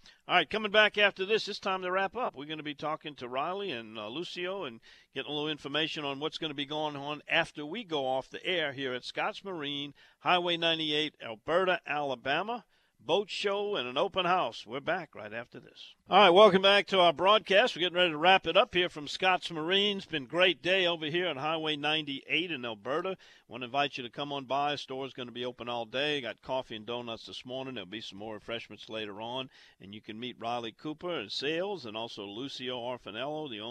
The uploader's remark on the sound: on location at Scott's Marine in Alberta, Alabama